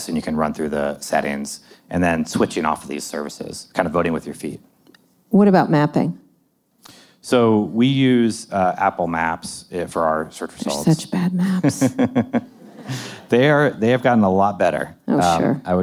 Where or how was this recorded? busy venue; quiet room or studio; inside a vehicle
busy venue